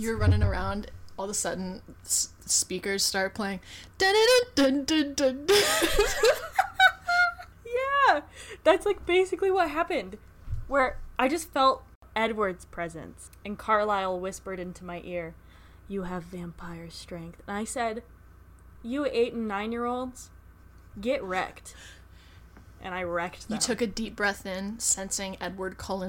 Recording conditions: background noise